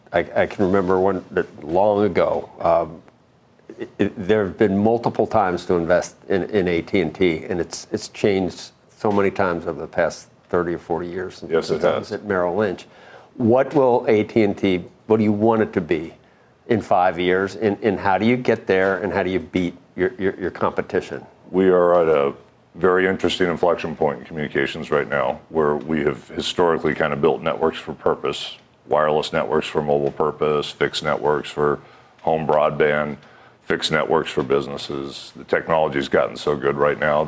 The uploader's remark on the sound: live at AT&T Pebble Beach Pro Am